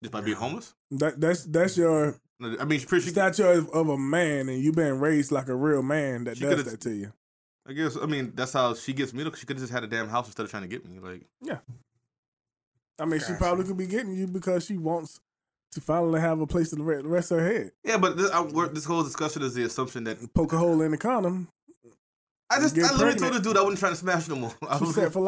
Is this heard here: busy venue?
no